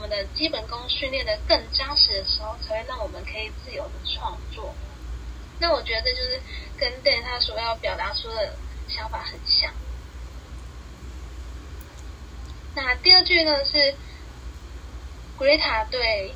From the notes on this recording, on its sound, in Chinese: 本集因收音問題，有點雜訊